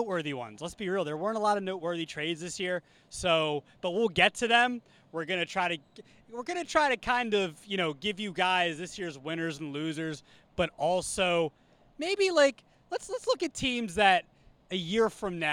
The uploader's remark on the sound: live from Frawley Stadium in Wilmington, home of The Blue Rocks!